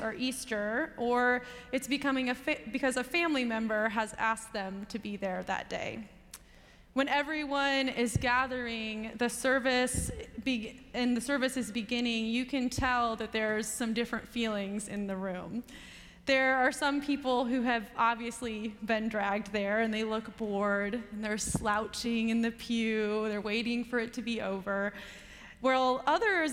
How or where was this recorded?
large echoing room